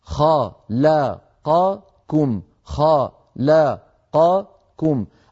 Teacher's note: أربع حروف متحركة متتالية، عليك أيها القارئ أن تسوي بين أزمنتها ولا تختلس واحدا منها · Term: توالي المتحركات